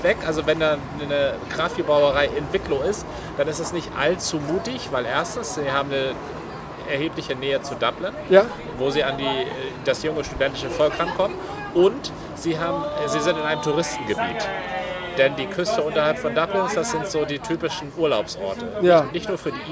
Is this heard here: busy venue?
yes